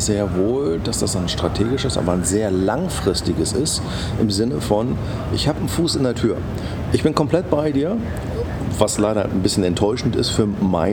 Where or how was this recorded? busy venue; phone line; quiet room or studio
busy venue